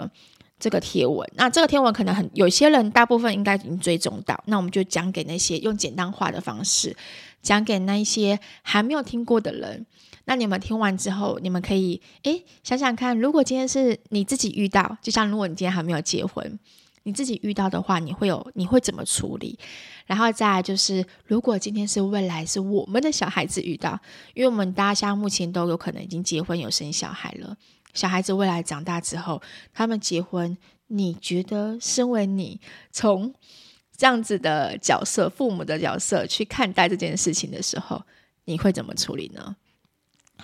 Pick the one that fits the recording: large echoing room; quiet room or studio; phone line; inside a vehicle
quiet room or studio